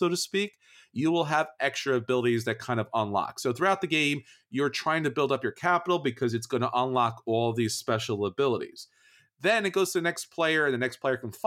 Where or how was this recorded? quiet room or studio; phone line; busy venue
quiet room or studio